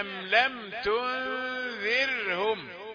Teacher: لم تنذر، لم أداة جزم، هنا تنذر راء ساكنة سكنت بعد ماذا؟ بعد كسر، فحكمها الترقيق. فالأولى أنذرتهم راء مفخمة هكذا، والثانية أم لم تنذرهم، لا تقل تنذرهم، لا، أم لم تنذرهم هكذا.